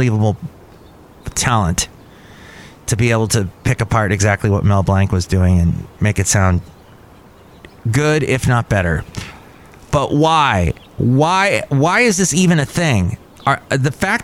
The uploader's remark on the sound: podcasts live from Cafe Anyway